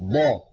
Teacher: وهي عادة نطقية، يعني بعض العرب كان إذا نطق الضاد ضغط على طرفه الأيسر